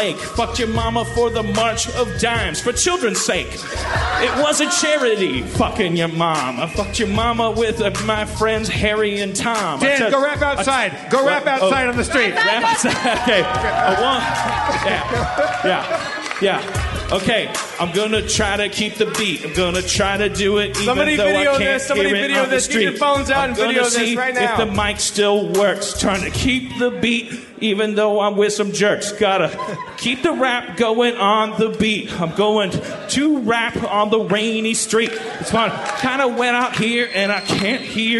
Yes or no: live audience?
yes